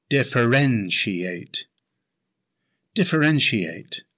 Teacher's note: It has five syllables. Stress the third syllable.